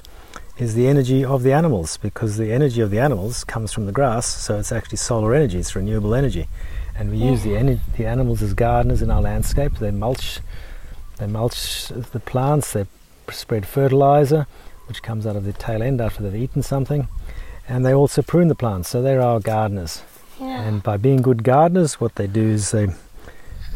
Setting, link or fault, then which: setting, outdoors